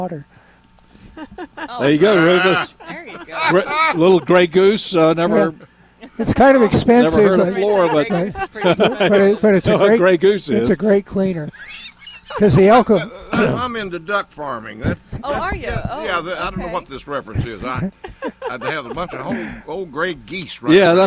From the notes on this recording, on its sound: broadcasting live from Bell’s Carpet & Floors